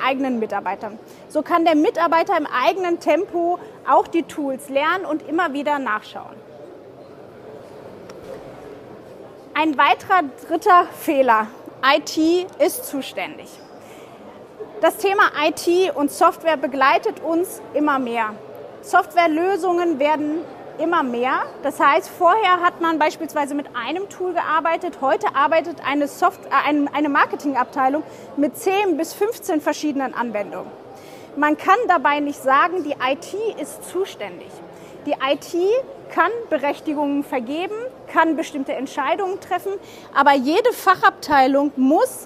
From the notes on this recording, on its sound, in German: Live auf der MOW 2023